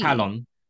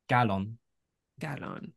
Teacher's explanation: after heb without, you need to change the k to a g. Oh, that's good to know. · Term: consonant mutation